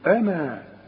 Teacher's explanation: الألف تمد مدا كاملا طبيعيا · Term: المد الطبيعي